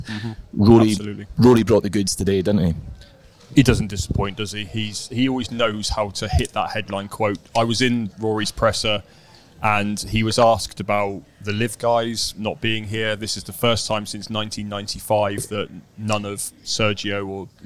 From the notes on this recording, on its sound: LIVE from Rome. Live from Marco Simone Golf & Country Club.